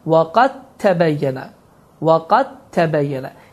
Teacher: dəl hərfi qətiyyən oxunmur, dəl hərfi tə hərfinə idğam olunur. · Term: idğam mütəcənisin